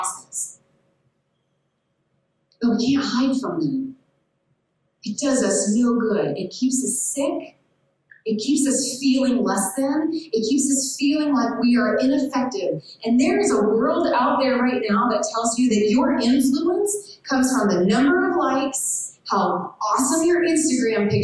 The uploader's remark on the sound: Giving a talk at our old stomping grounds where we first met- Gardner-Webb University. The sound on this one is a bit different because it was recorded in a different place and format.